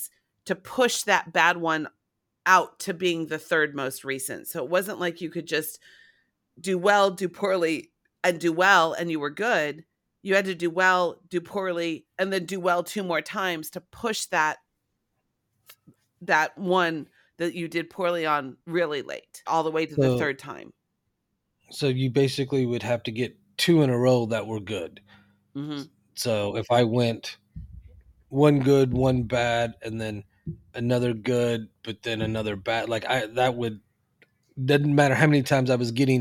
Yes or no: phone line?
no